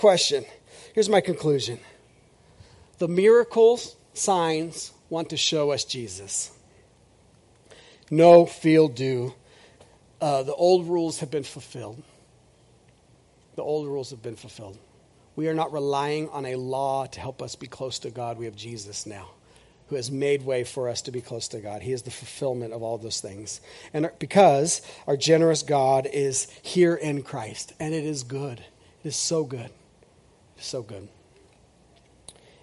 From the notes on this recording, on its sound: This is audio ripped from the Live Service video.